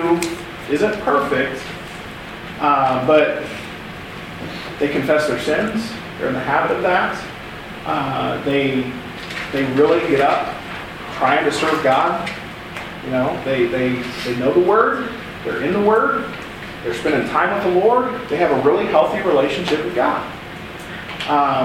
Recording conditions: live audience